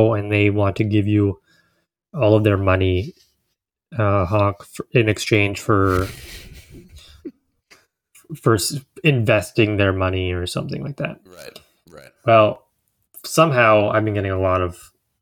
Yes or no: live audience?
no